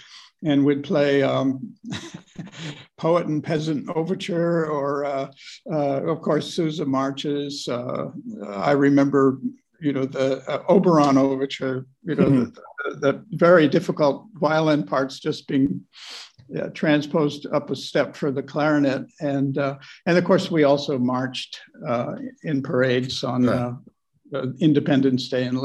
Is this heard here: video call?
yes